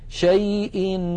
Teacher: أدغم التنوين في النون من نكر فصارا نونا واحدة مشددة. لذلك شددت النون من نكر. · Term: إدغام